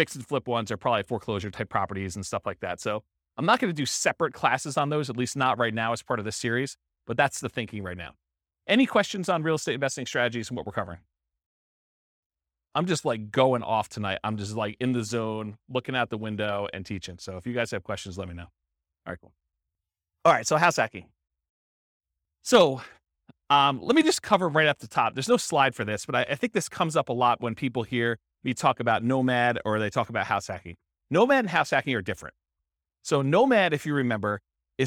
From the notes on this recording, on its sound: This was a live class recorded